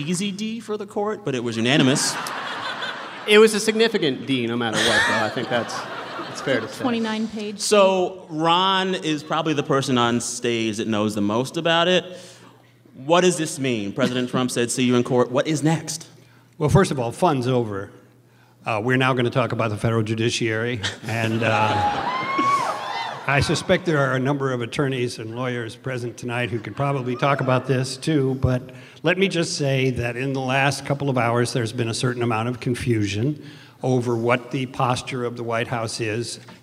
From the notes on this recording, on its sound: Recorded Friday night at the Warner Theater in Washington DC, in partnership with member station WAMU.